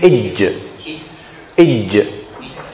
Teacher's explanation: the letter of jim has shidda. The sound doesn't continue. We have to stop the sound.